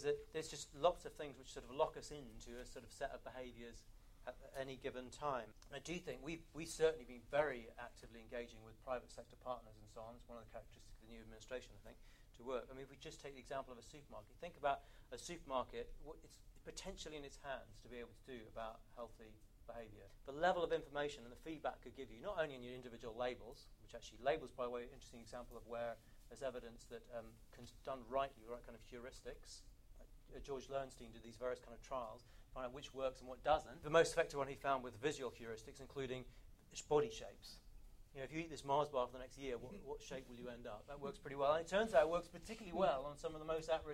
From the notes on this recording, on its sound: The King's Fund. Taken from the third in our series of events on health and The Big Society, this audio features the questions asked to the panel.